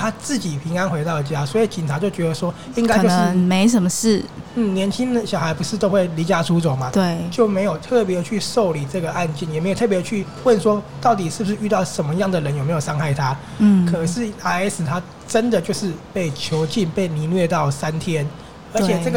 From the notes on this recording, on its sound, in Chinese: 此內容是在INSTAGRAM 進行直播的聲音檔，因為是在一間喜歡的咖啡廳進行直播，所以音質沒有前面節目來的好，也有許多環境中的自然噪音，也沒有經過剪輯就直接上載。